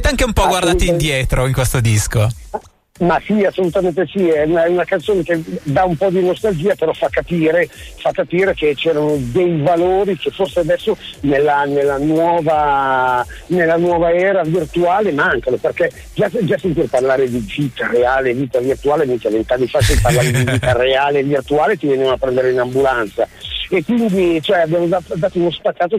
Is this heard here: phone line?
yes